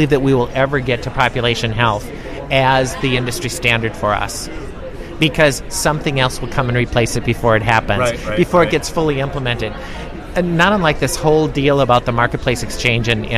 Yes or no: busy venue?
yes